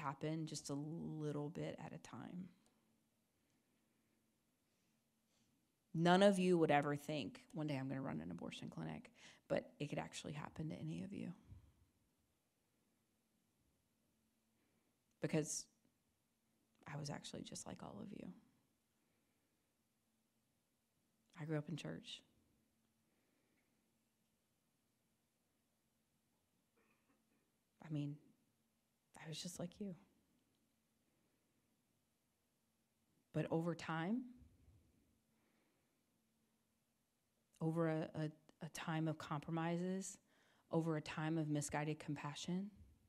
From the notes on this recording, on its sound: delivered an address at Christendom College on Monday, March 28